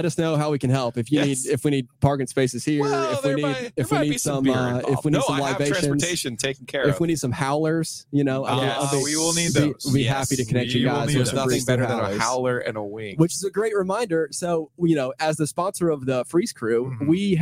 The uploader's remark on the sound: Live from the Breeze Thru Beer Cave.